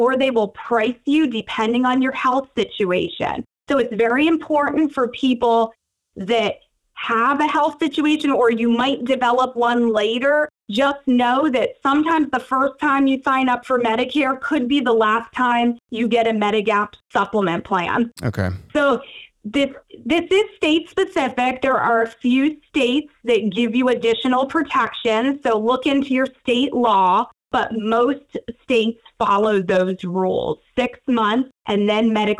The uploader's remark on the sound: was kind enough to jump on the phone to visit with us